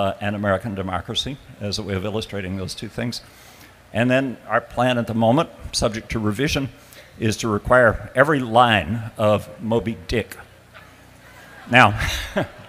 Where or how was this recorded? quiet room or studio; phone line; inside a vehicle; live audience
live audience